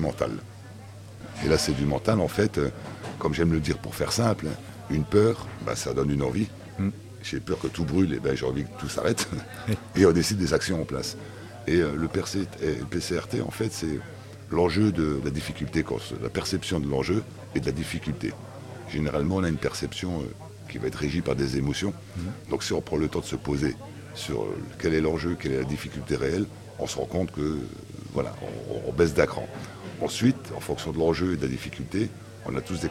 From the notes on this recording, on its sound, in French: Nous remercions le restaurant Vinevietable à Levallois-Perret de nous avoir accueilli pour cet enregistrement. Nous remercions le restaurant Vinevietable à Levallois-Perret de nous avoir accueilli pour cet enregistrement.